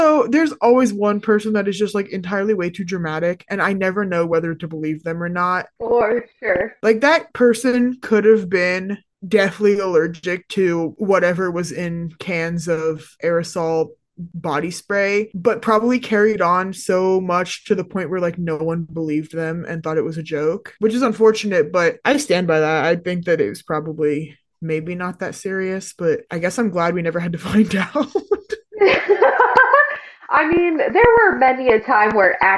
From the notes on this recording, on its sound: There are MAJOR microphone issues in this episode